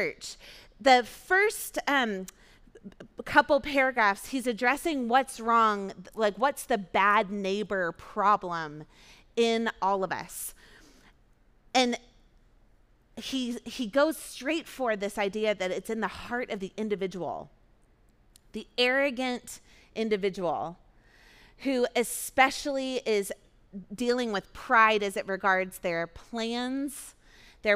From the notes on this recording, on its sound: Recorded at our Sunday gathering on July 23, 2023 in Port Orchard WA.